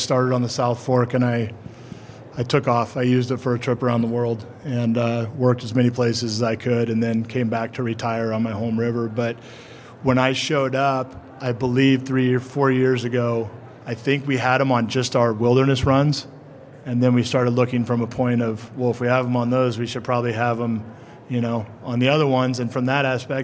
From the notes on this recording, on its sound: This episode is recorded with an audience of river guides and outfitters.